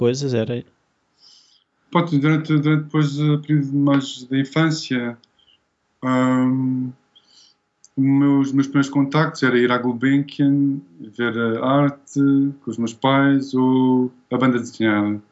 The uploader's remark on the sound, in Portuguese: Fizemos a entrevista vis Skype, pois ele vive em Londres.